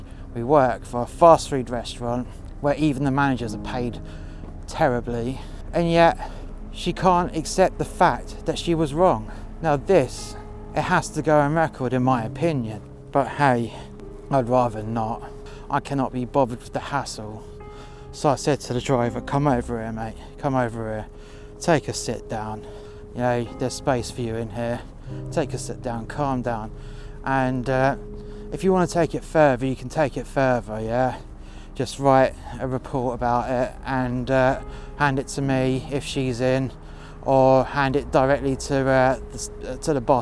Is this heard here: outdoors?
yes